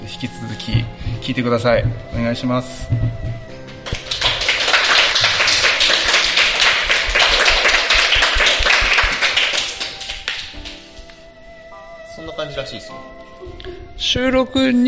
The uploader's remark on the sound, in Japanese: 今回は寝忘れ合宿in金沢での公開収録をお届けいたします。